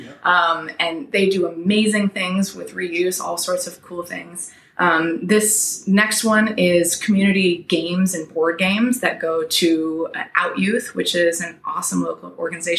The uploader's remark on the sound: The sound may be a little wonky as we lost one of our mics but the message is still great.